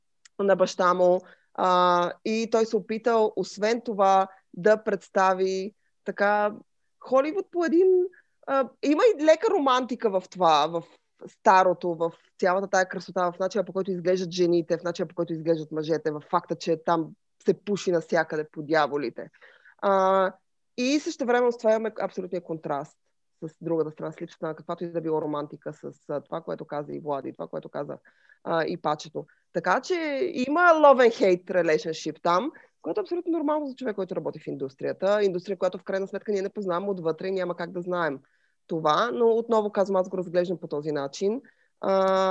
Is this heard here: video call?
yes